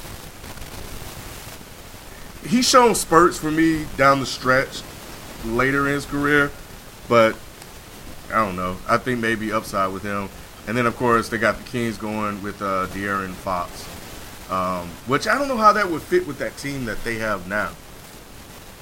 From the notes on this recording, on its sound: Please note there is a hissing noise in the recording.